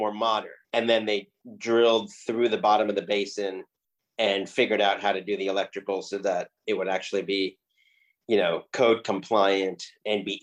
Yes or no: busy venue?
no